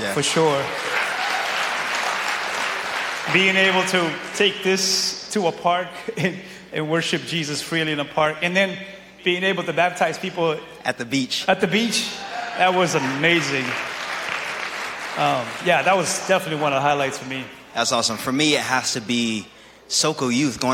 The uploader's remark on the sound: From Our NYE Praise Party!